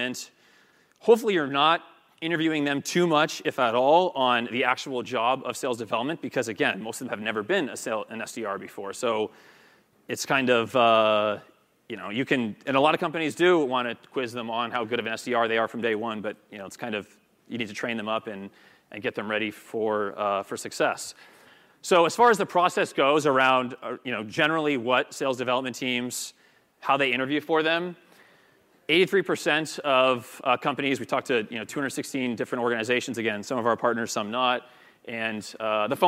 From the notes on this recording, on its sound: Pulled from his speech at The Sales Development Conference at the Ritz-Carlton San Francisco in 2018